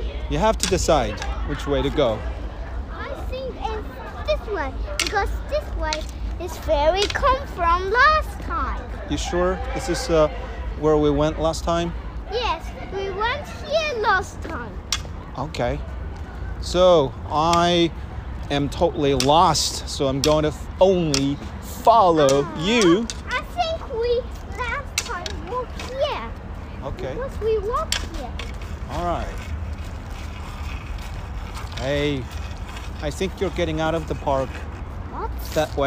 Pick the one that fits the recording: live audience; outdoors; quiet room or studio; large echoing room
outdoors